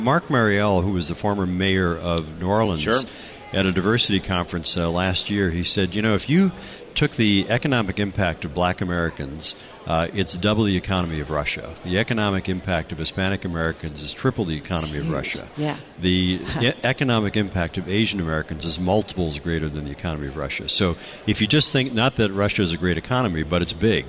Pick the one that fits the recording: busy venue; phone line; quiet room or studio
busy venue